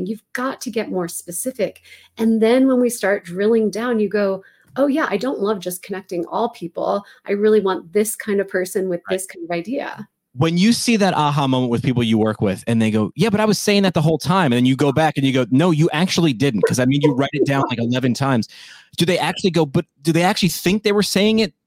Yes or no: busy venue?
no